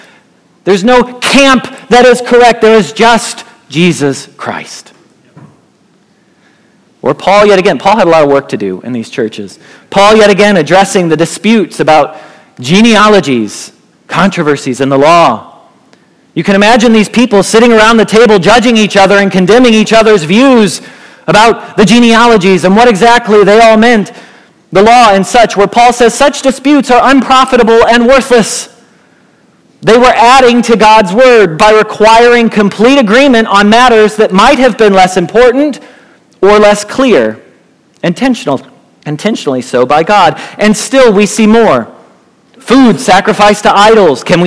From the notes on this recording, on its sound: Message Preached at Valley Creek Church